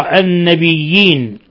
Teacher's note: قرأ الباقون بالياء الخالصة بياءين أولاهما مشددة مكسورة